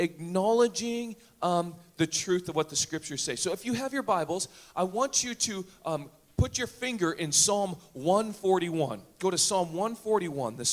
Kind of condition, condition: setting, live audience